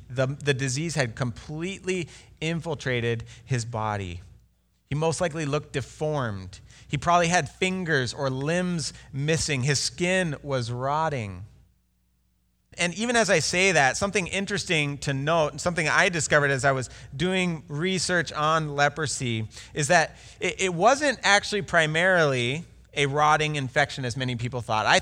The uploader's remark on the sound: Delivered Sunday, March 1, 2020 at Woodridge Community Church (New Berlin, WI).